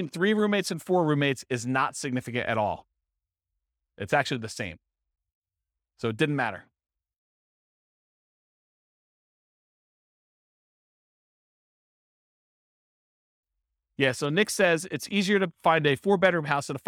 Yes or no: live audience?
yes